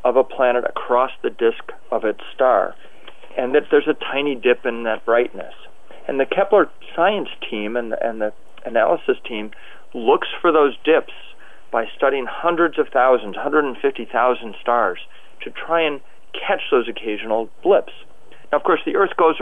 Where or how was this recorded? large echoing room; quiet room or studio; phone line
phone line